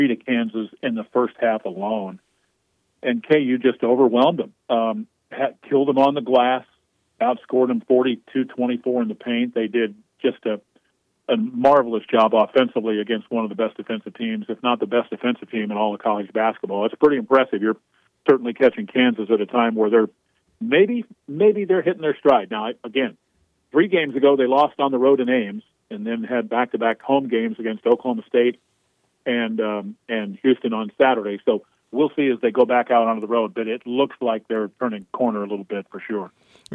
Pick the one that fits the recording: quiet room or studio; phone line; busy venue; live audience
phone line